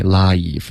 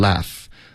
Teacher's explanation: life 是一个双元音。Okay, life,别发成 laugh